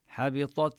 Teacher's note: نبين طاء مفخمة والتاء نبين الهمسة فيها